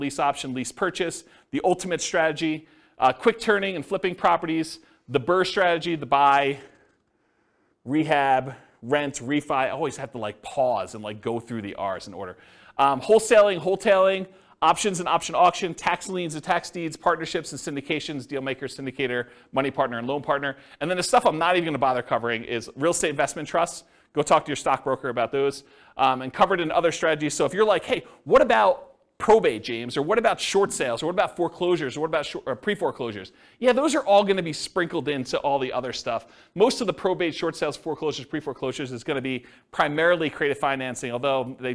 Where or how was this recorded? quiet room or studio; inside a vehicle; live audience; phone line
live audience